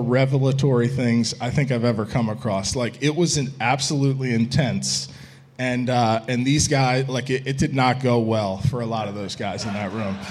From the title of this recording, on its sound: Musketeer Report Live from Dana Gardens